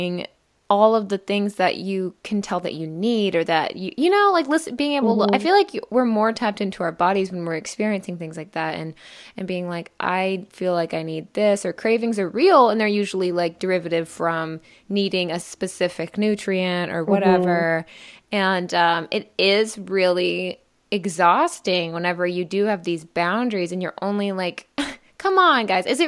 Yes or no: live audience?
no